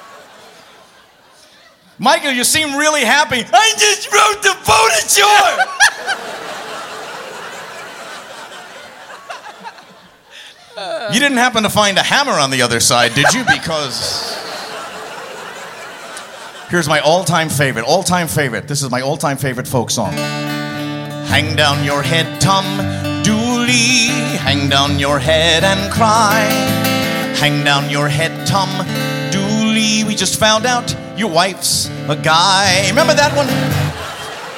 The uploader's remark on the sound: Live at the South Point